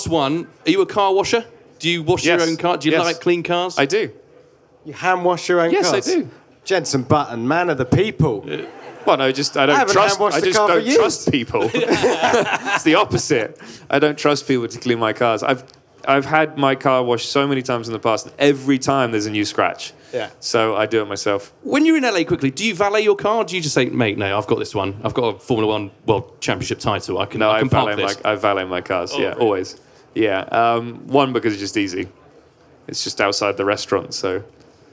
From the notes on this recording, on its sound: For this year’s Goodwood Festival of Speed, we took our microphones with us. This one was recorded in front of a live audience on Lotus’ Goodwood stand.